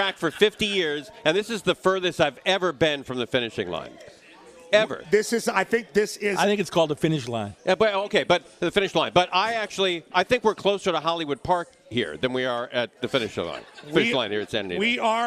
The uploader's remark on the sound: LIVE from The Breeders Cup at Santa Anita Park